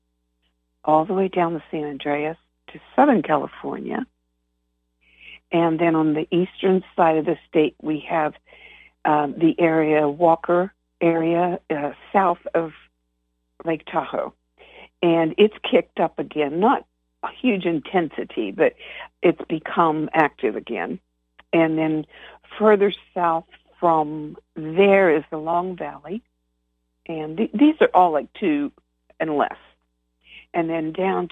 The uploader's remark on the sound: Conference Call LIVE, August 15, 2022